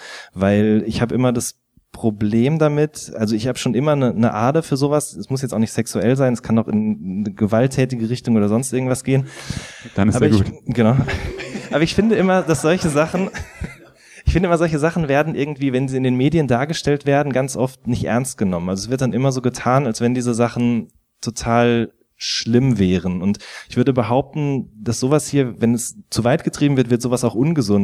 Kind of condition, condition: setting, live audience